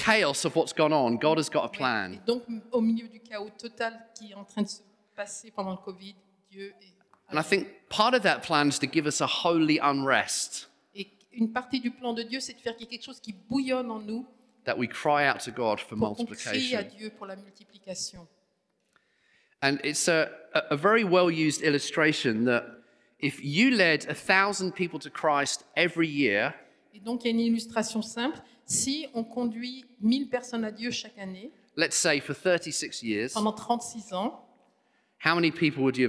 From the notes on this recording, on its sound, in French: Enregistré à l'église CVV